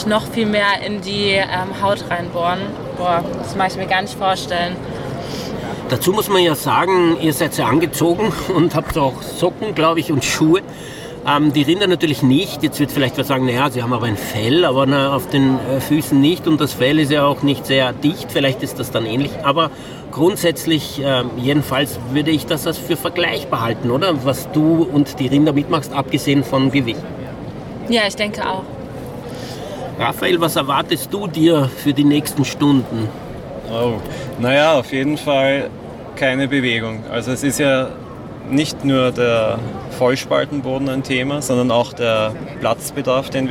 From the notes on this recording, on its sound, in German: Live von der Aktion, um diese Haltungsform zu beenden.